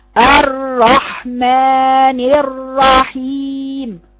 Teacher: ارتعاد رأس اللسان عند نطق الراء · Term: التكرير